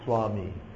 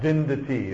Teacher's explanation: when that va, the letter V, comes before an A, it tends to go toward W · Shown in: first take · It tends to go toward W in general pronunciation.